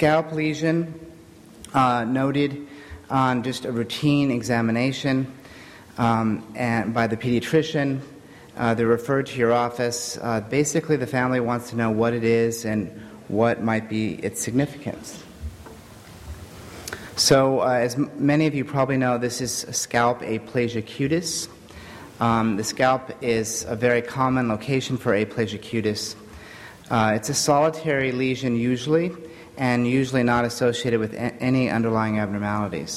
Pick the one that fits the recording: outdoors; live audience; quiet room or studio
live audience